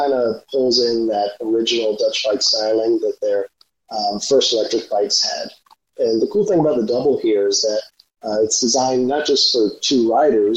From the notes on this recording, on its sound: Apologies for the sound quality on this one.